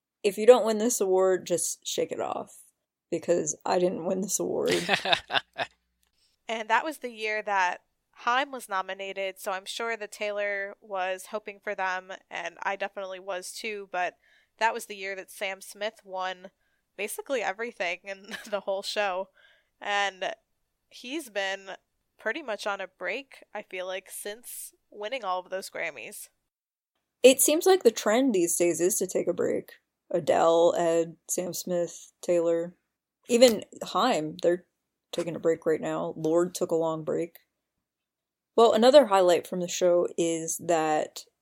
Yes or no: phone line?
no